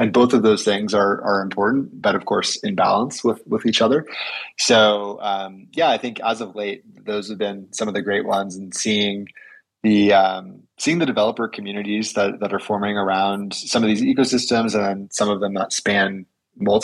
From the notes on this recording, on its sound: live on Twitter Spaces